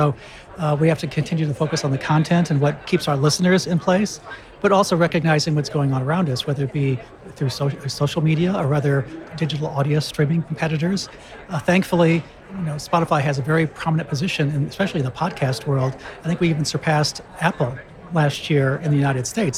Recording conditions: busy venue